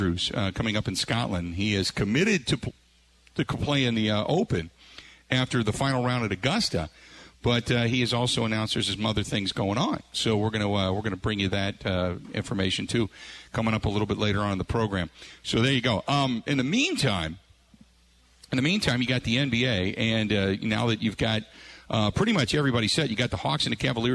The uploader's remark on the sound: joins him live at Steny's